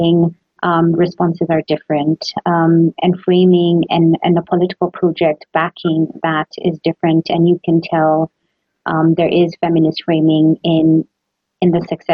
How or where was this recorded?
video call